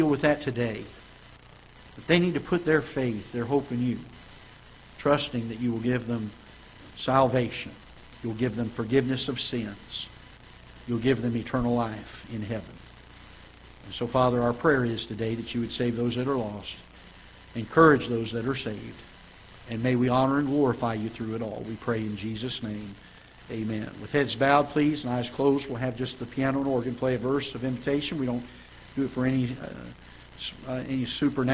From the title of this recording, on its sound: Ketha Heights Baptist Church ~ Live Broadcast